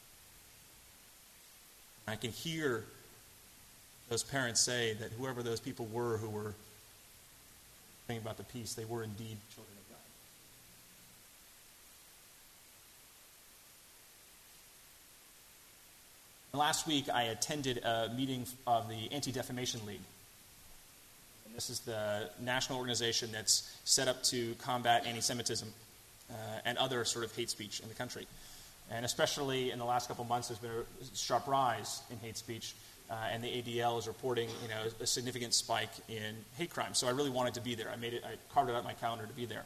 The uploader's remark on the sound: delivered at First Congregational Church of Houston on January 29, 2017.